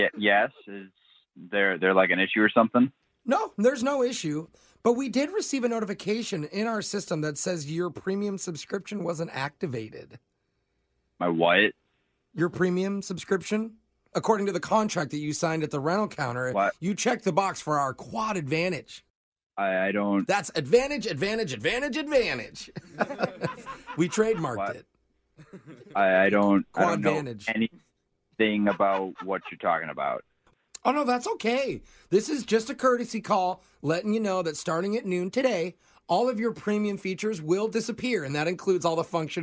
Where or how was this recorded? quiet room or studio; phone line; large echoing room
phone line